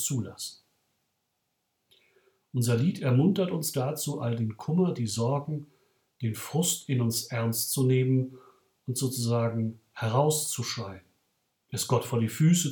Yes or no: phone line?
no